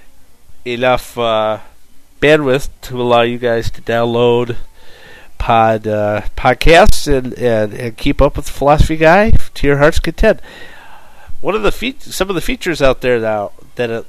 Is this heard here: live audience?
no